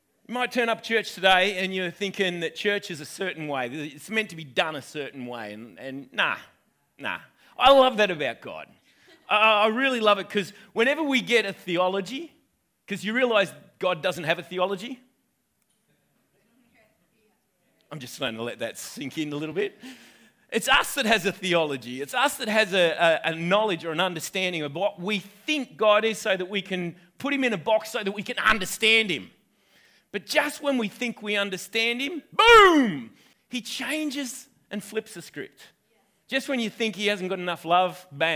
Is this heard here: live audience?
yes